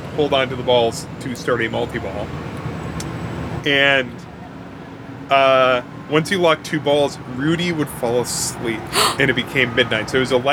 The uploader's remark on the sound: Apologies in advance for the street sounds, unless you really like street sounds.